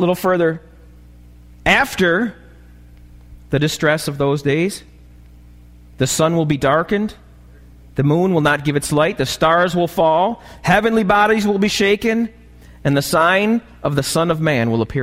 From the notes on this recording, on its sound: This message was recorded live at the Alabama Full Gospel Fellowship church.